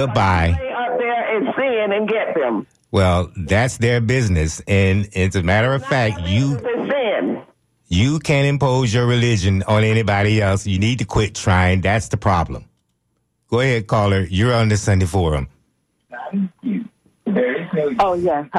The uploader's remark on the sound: unique magazine format call-in show